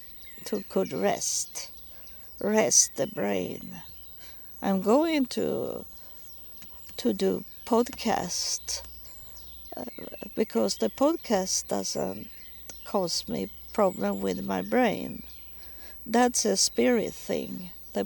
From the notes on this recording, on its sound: Recording in the park